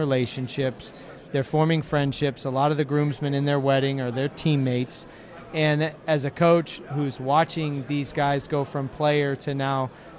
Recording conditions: busy venue